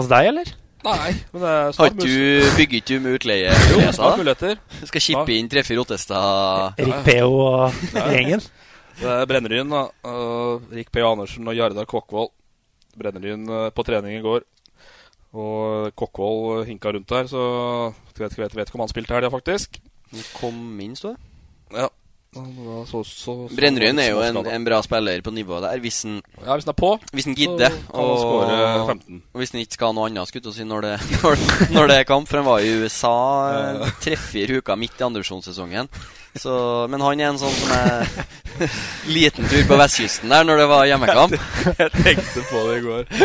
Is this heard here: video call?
no